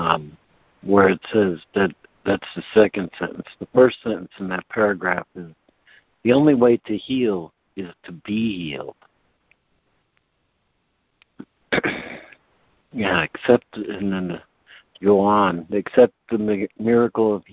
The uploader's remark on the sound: Daily Conference Call